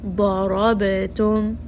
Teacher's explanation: Dad is going to be heavy. Ra in this case is heavy.